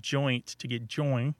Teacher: the dropping of the T from joint to get join kind of conforms to some of the way that Philly speech differs from New York